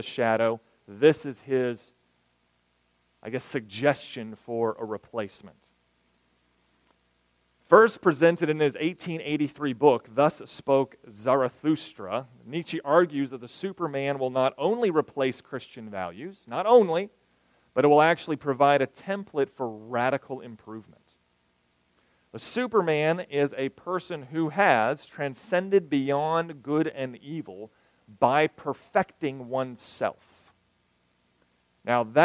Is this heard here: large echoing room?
yes